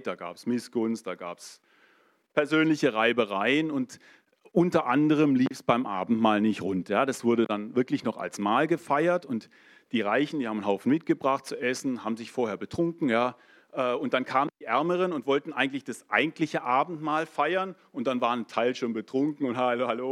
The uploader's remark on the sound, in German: in der Gemeinde Kaleo Schopfheim aufgenommen